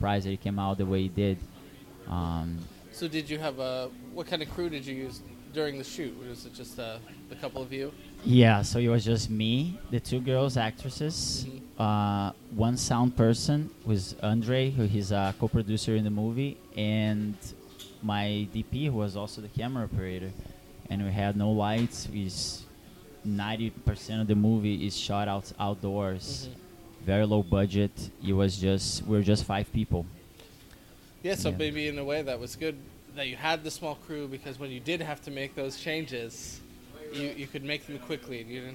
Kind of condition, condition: setting, busy venue